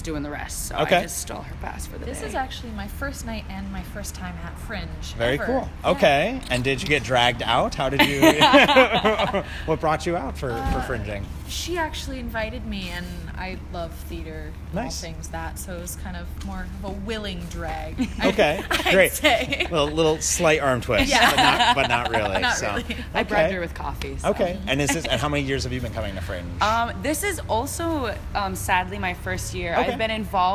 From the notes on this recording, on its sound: spent the evening chatting with audience members for the 2017 MN Fringe Festival